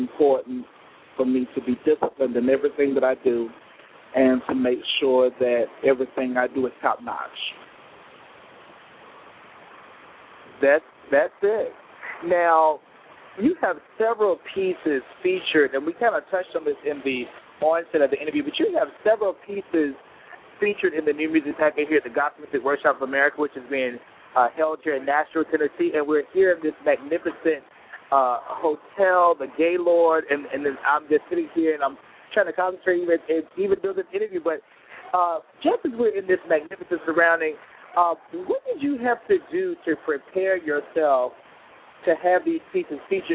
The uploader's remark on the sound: The show comes to you live from the Gospel Music Workshop of America